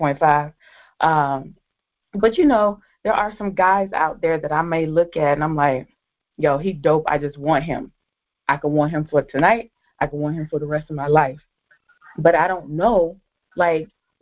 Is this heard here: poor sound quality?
no